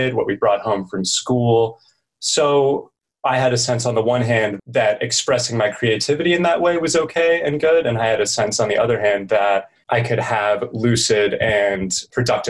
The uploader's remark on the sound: This is because the conversation was conducted on Zoom.